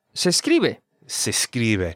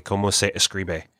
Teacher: when you speak Spanish, you run the two words together · Shown in: first take · so se escribe.